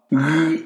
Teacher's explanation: G is a continuous G sound. If you produce a G continuously, then you produce the sound G, gamma. When gamma is before the vowel sounds A, O, U, it becomes a clear G sound, ga, go, gu.